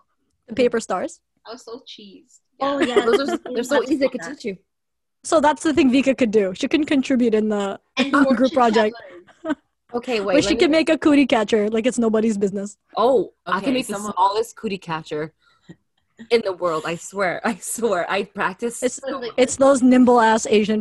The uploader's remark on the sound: This episode we are on another zoom session